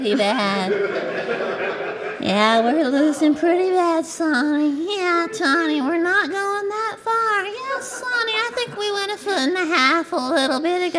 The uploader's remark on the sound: live At The Revolution Hotel, Boston